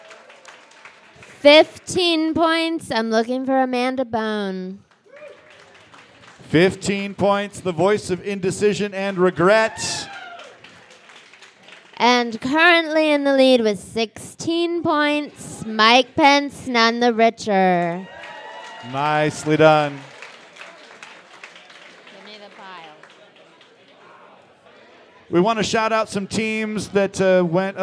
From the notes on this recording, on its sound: The Quizfix Winter Spectacular Tournament Finals! Live from The Local 907 in Renton, WA.